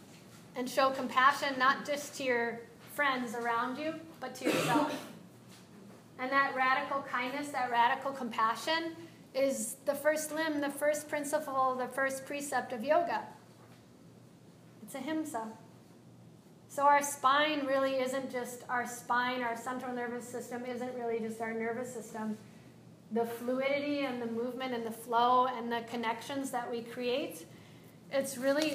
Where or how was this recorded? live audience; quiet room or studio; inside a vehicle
live audience